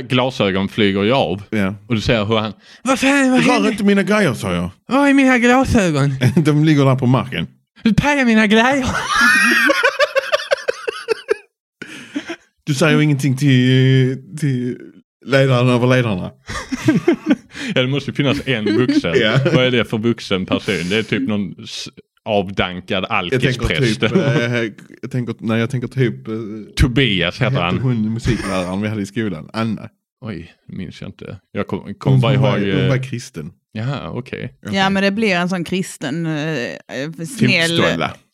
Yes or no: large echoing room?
no